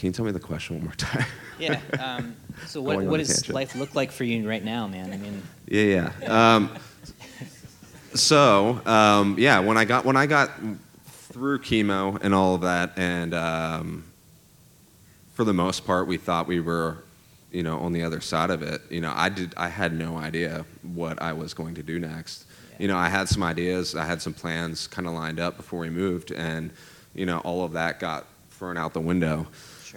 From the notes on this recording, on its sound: Live at Beating Drums to Battle Cancer. Their first ever LIVE interview recorded at the event!